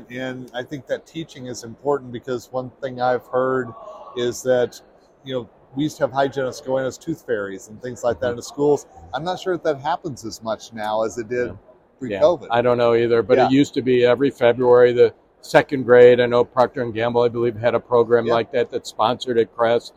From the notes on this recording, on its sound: In this episode recorded during the Chicago Midwinter Meeting.